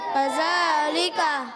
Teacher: पहला हर्फ काफ, काफ पर ज़बर है, हरकतें नहीं खींचेंगे, मगर काफ का मखरज भी आपको बता देते हैं कि काफ का मखरज है ज़ुबान की जड़ और तालू का सख्त हिस्सा · ज़ुबान का सिरा ऊपर के दांतों के जब کناروں سے لگتا ہے تو ادا ہوتا ہے زال